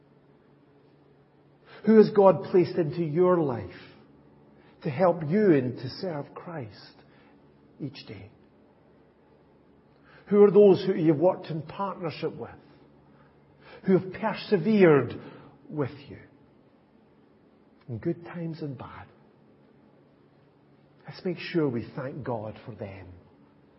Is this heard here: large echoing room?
yes